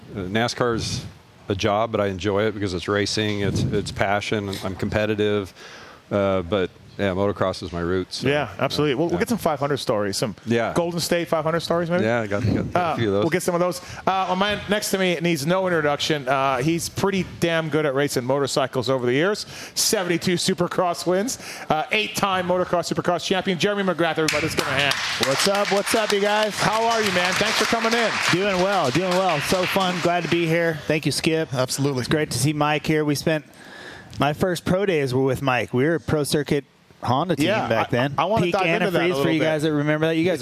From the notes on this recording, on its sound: Pulpmx Show LIVE at the Hudl Brewery. HUDL Brewing Co in Las Vegas.